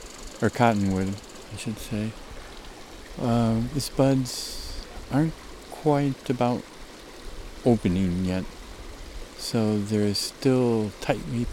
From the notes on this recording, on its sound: Recorded during mountain May snowmelt. Spring snowmelt on Summit Creek, close to where this dialogue tape was recorded.